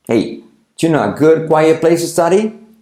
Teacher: la T de quiet casi no se dice